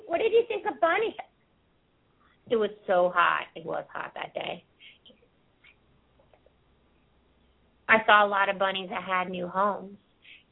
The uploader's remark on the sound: open up the lines for listeners to call